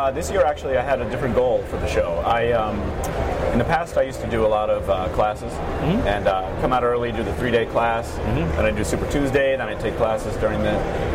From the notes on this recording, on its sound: We are live from the show floor of InfoComm 2016.